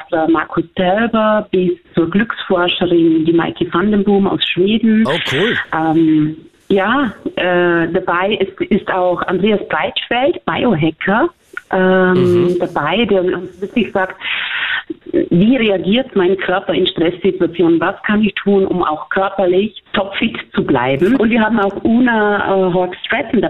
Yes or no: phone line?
yes